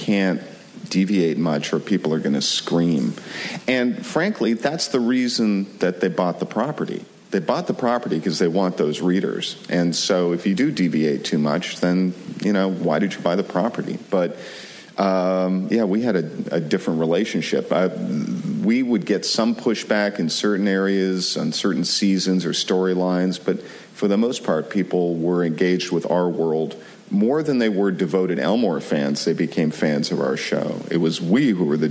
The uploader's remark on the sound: From ATX Television Festival. Recorded June 6, 2015 at ATX.